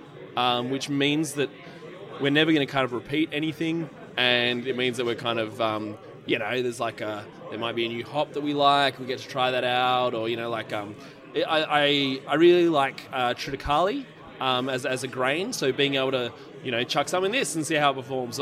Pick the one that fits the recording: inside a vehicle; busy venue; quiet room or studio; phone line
busy venue